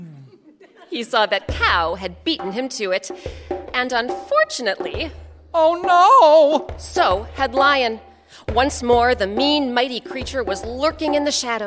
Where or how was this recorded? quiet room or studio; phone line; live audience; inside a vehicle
live audience